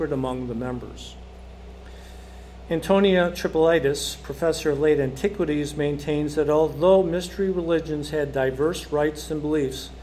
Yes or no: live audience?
yes